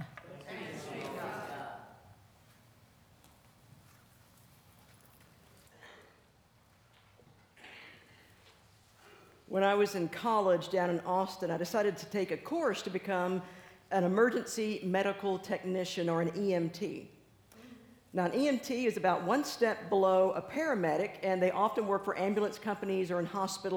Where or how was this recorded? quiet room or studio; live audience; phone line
live audience